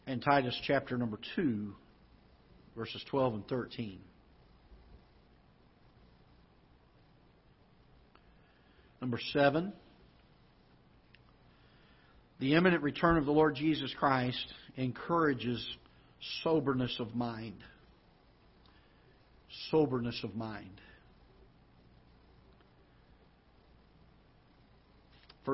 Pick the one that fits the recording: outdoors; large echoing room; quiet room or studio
large echoing room